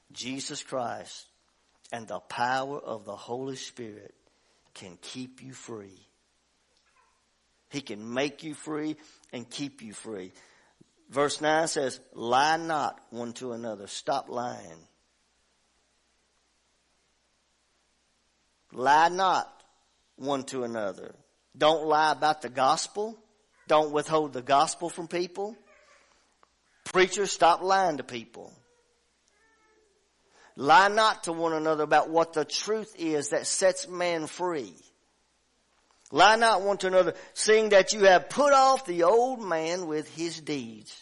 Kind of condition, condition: setting, large echoing room